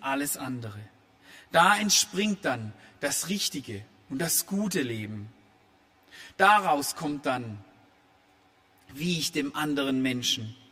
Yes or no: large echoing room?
yes